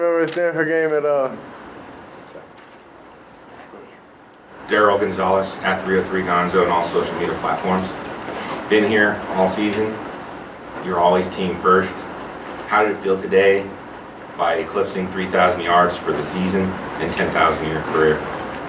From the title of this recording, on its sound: Post-game press conference